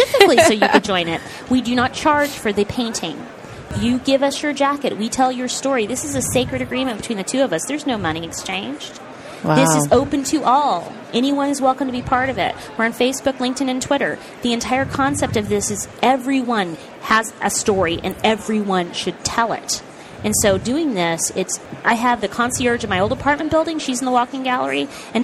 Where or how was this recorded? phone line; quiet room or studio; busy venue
busy venue